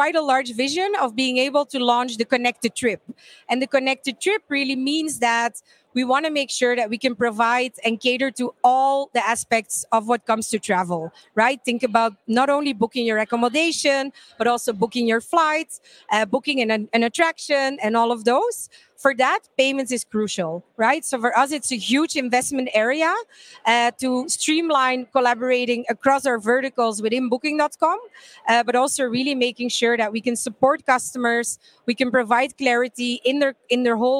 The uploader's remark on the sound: Breaking Banks Europe’s live coverage episode at the Milan Fintech Summit 2023 was a riveting affair.